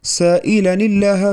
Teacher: ساكنان التنوين الذي هو نون ساكنة واللام الثانية في لفظ الجلالة، فحرك التنوين بالكسر للتخلص من اجتماع ساكنين